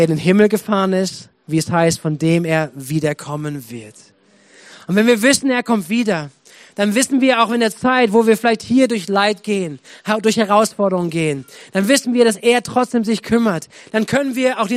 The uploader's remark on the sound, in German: Predigten aus der Missio Kirche. Gemeinde für Bad Kreuznach und Region.